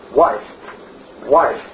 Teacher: We turn that vowel over in the middle of that syllable